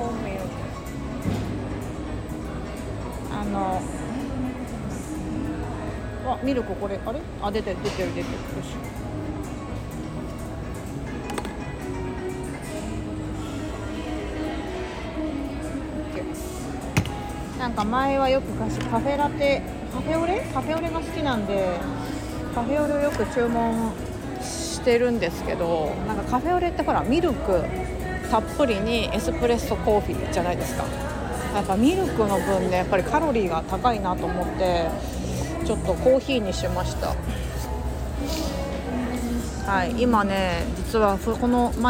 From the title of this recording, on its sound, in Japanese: 街歩き収録近所のカフェに仕事しに行く様子をお届け